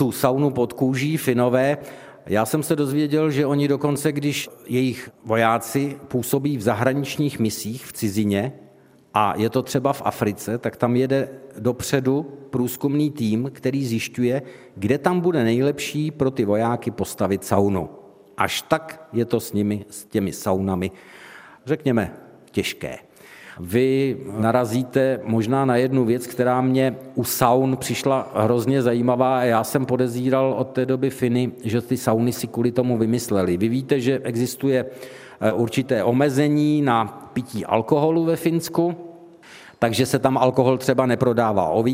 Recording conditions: live audience